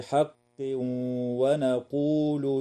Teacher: ويدغم التنوين في الواو مع الغنة في قوله تعالى: حق ونقول